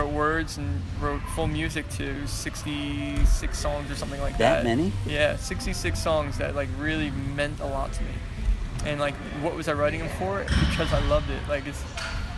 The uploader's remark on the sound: Recording on location at The Incline Club in Lakewood, NJ